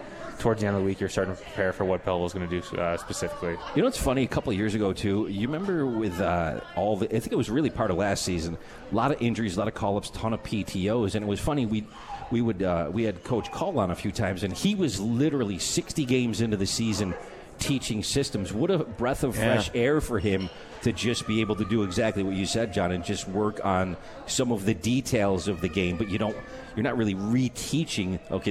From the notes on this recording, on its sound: At The 72 Tavern & Grill and joined on the phone.